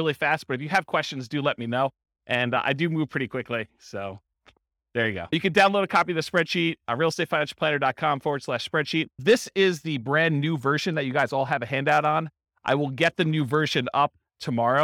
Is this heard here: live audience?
yes